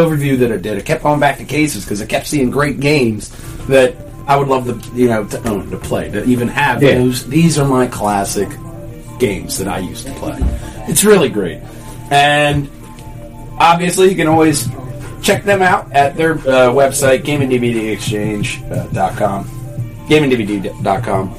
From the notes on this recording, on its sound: Had a bit of audio troubles this week. Went live at the Game'n DVD Exchange on 23 East State Street Media, PA.